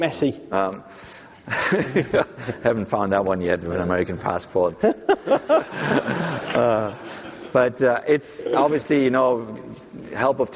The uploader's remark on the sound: live onstage at SXSW Sports